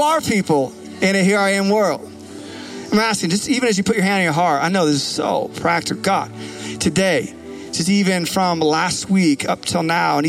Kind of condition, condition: setting, large echoing room